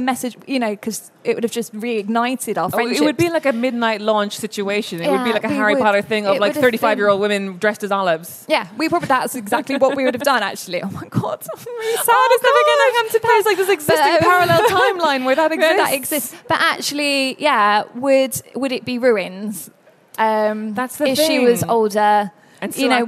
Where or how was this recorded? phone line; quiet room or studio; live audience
live audience